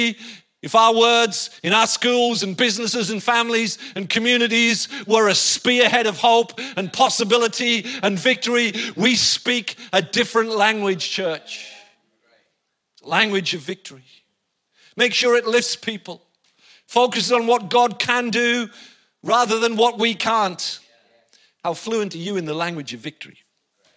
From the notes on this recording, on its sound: IKON Church. Recorded live at the Chesterfield Campus this is the message from the morning service on the 20th October 19.